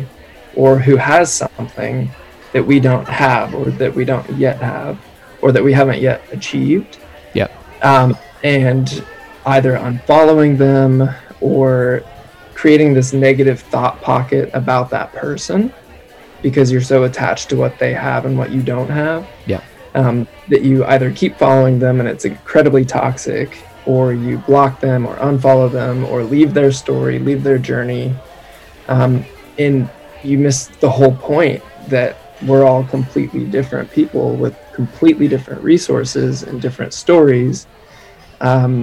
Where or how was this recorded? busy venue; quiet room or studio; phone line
busy venue